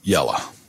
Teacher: it's just that typical Southern schwa, to be precise about it